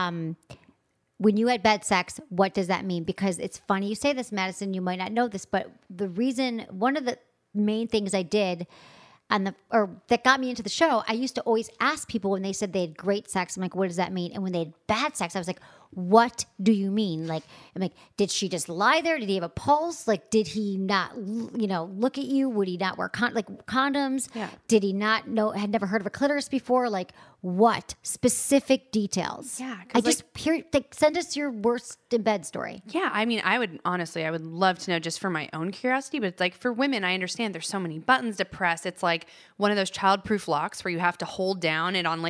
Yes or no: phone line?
no